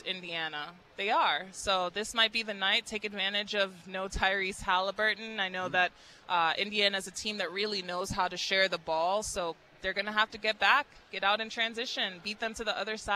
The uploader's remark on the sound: LIVE at State Farm